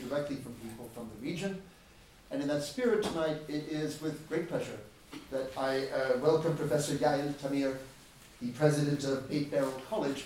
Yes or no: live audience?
yes